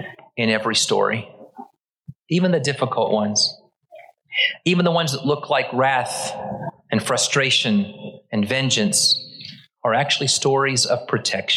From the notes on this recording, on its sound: Originally preached at the West Side Church of Christ (Searcy, AR) on January 15, 2023